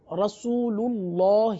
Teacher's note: اللہ عز و جل کے لام سے پہلے اگر پیش آ جائے تب بھی اللہ عز و جل کے لام کو پر پڑھیں گے. تو آپ دیکھیے مثال رسول اللہ ہی کی، کہ یہاں پر اللہ عز و جل کے لام سے پہلے حرف پر پیش آ گیا، لہذا اللہ عز و جل کے لام کو پر پڑھیں گے.